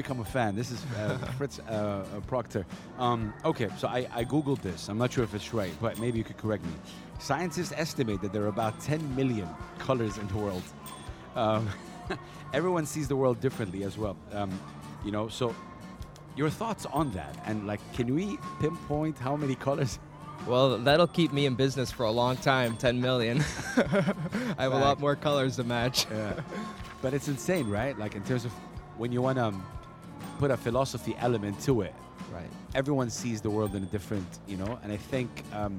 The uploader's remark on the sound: Live from SIBF 2023